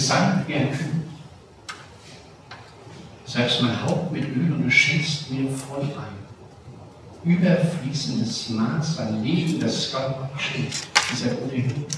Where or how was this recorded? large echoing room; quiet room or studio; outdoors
large echoing room